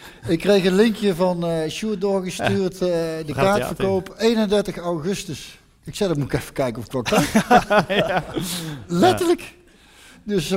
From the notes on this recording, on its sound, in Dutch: Live in het Parktheater in Eindhoven. Je hoort een registratie daarvan.